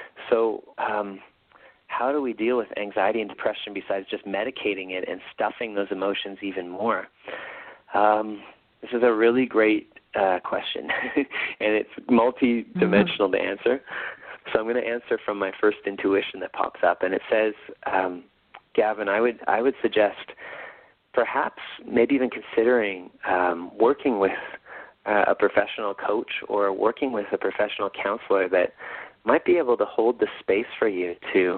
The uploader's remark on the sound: call in radio show